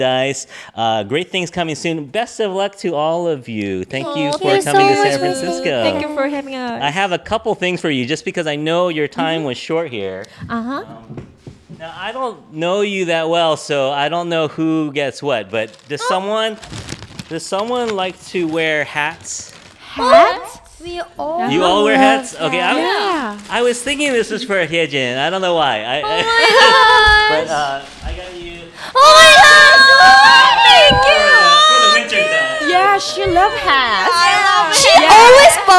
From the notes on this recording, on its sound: I dropped by their fan meet event at our favorite KPOP store SarangHello in San Francisco, hoping to record with the girls. Their flight to Texas got delayed so they had time for a quick chat with me before they headed out.